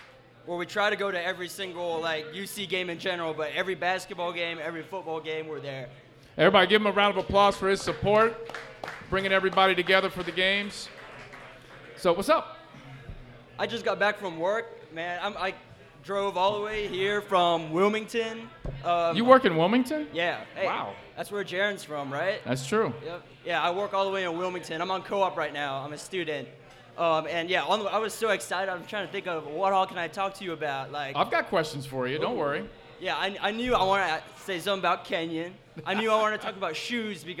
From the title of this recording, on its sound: LIVE at Mio’s